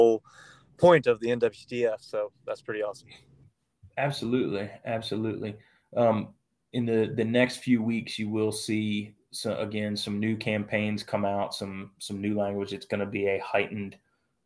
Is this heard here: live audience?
no